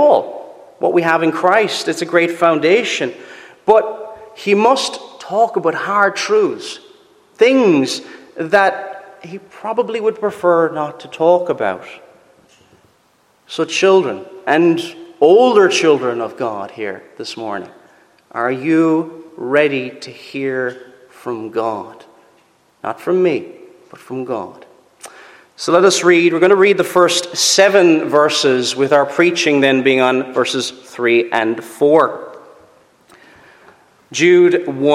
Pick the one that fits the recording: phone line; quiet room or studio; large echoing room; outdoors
large echoing room